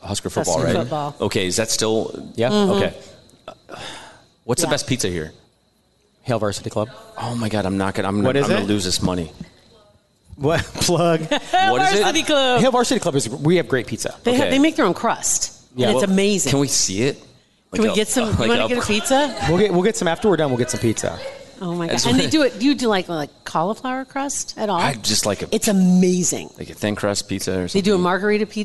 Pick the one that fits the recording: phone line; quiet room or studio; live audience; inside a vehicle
live audience